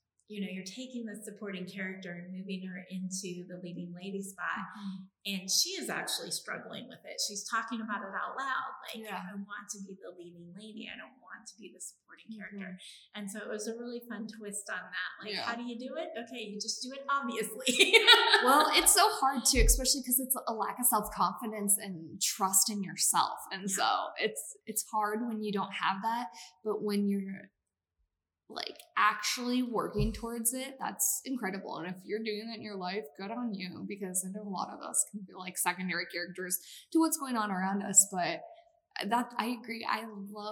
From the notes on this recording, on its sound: This episode may sound a bit echo-y